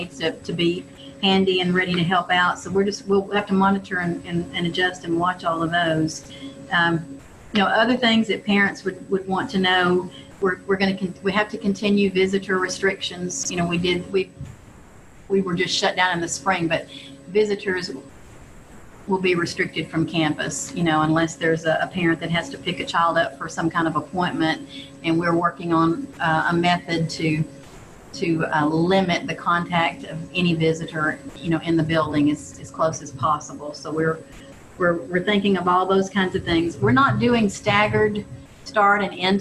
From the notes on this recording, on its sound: This interview was recorded via Zoom. A thunderstorm began shortly after we started this podcast, which resulted in a garbled connection in a couple of instances.